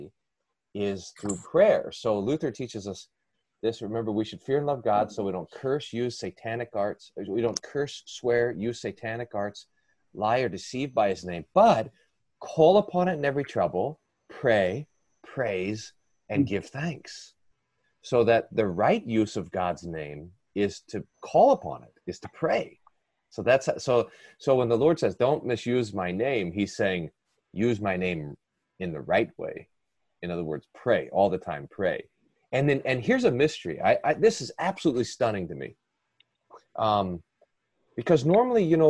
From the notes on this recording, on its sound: ZOOM recorded Bible Classes